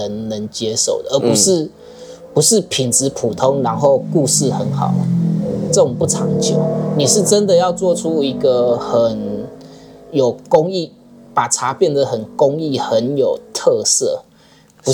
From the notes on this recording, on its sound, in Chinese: 由於錄音地點就在坪林主要幹道旁，多有環境音還請見諒。